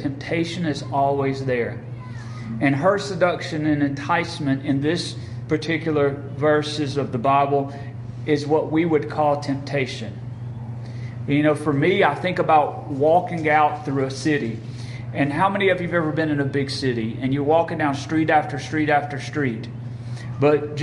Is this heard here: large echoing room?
yes